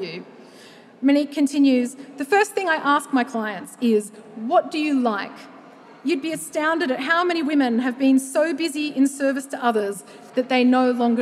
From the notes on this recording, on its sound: The Curiosity Lecture series returns to the Festival. This episode was recorded live at the 2023 Sydney Writers’ Festival.